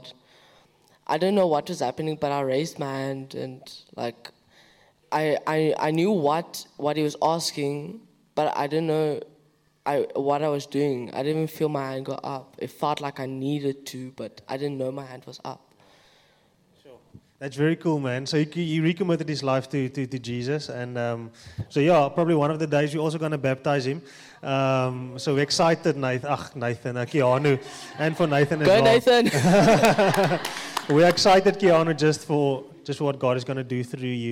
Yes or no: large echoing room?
yes